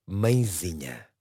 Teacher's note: A palavra mãezinha tem acento tónico na sílaba zi. Trata-se por isso de uma palavra grave ou paroxítona.